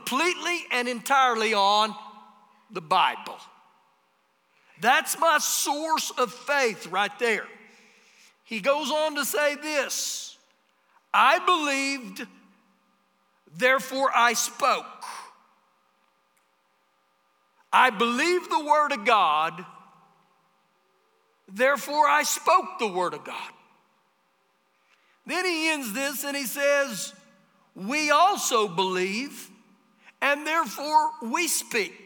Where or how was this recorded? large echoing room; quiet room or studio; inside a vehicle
large echoing room